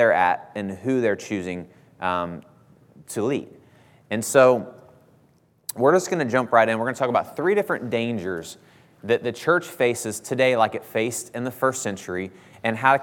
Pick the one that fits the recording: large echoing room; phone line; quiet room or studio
large echoing room